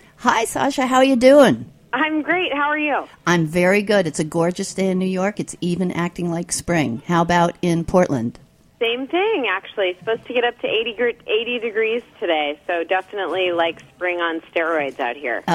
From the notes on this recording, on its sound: phones in to chat